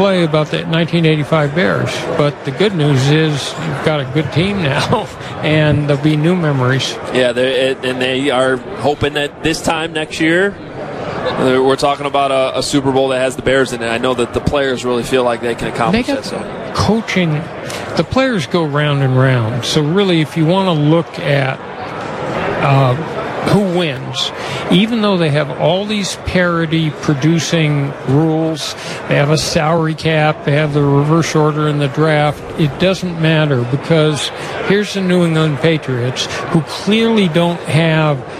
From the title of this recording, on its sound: Live From Radio Row